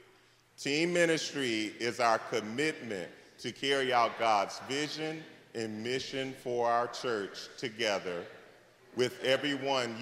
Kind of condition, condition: setting, large echoing room